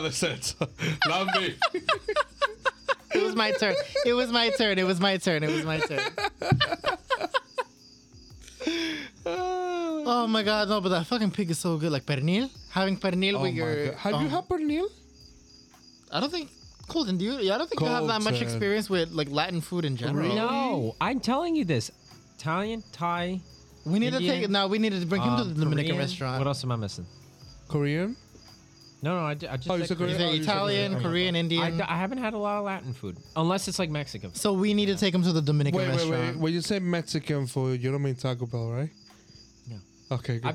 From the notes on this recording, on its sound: sorry for the noise, we had to record outside for this episode